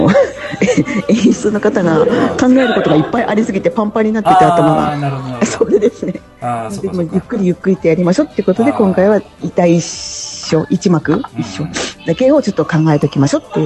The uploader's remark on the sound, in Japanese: 2019年の忘年会ゲリラ収録！次回公演の総決起大会を兼ねて、忘年会を行いました。そちらでの収録です。